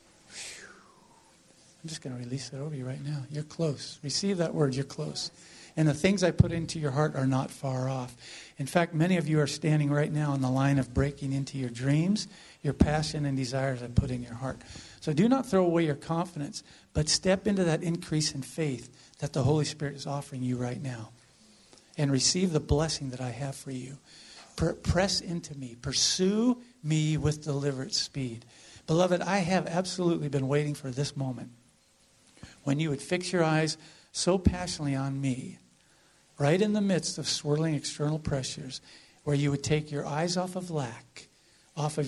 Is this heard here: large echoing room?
yes